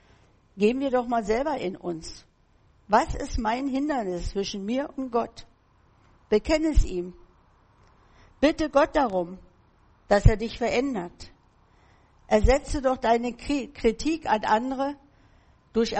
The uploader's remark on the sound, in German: im Gemeinde-Zentrum in Berlin aufgenommen.